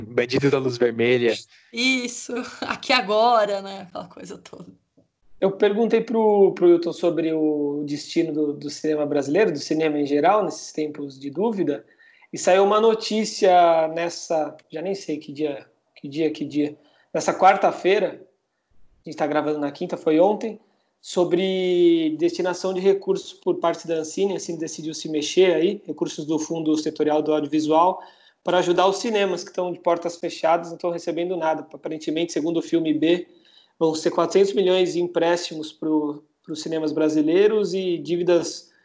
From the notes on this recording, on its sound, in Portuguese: Programa gravado à distância, já que o estúdio da Central3 está fechado por conta das medidas de segurança da quarentena.